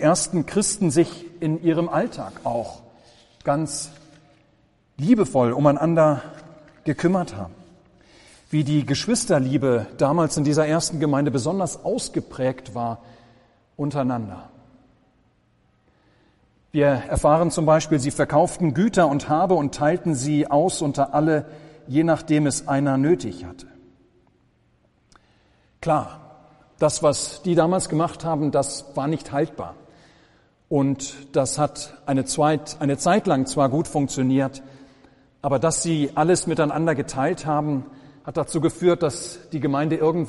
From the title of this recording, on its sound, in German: Gottesdienst